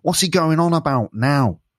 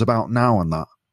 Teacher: ow in words like about and now sounds more nasal when … says it. · Term: Nasal sound